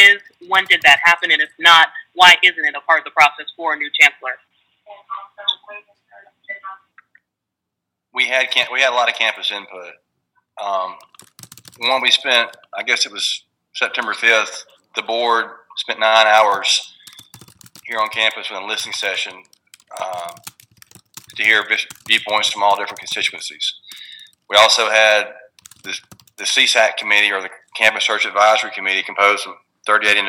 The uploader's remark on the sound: met the media on a conference call.